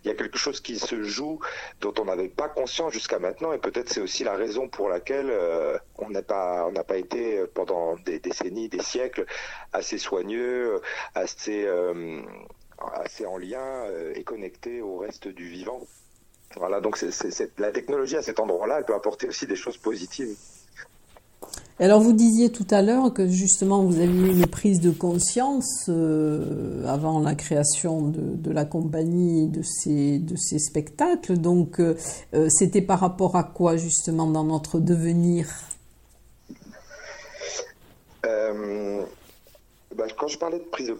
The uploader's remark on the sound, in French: Interview téléphonique